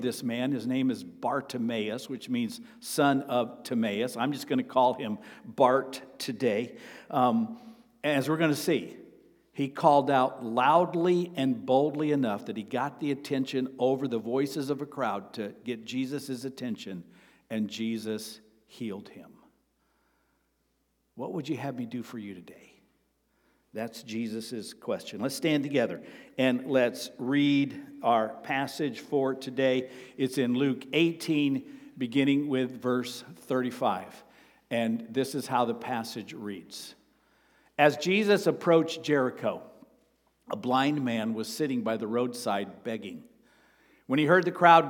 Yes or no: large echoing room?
yes